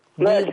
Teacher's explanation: ما تشبع مد بضاء خلي بالك من الراء المشددة ان كلها مرققة